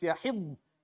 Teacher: No, the dad is second, so it's yahidn. So you have to go from the dad to the noon without a haraka.